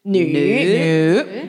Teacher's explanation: it's a third tone, so we make an effort. Go down first and up.